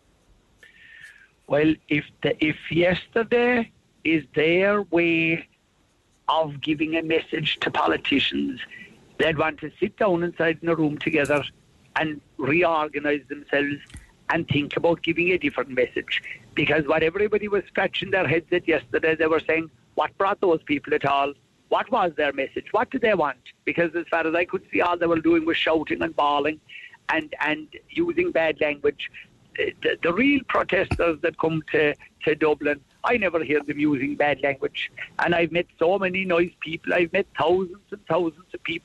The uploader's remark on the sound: then the actual bride involved called